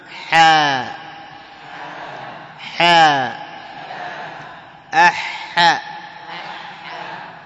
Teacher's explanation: ترى معه الهواء، يخرج معه هواء، حار كمان · Term: الحاء